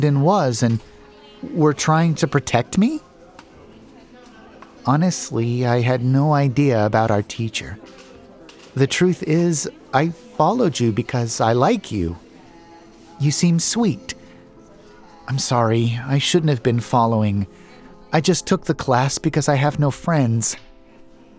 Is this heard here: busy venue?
yes